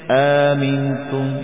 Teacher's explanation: اس الف مبدلا کو جو بدلا ہوا ہے، صرف دو حرکتوں کے برابر ہم کھینچیں گے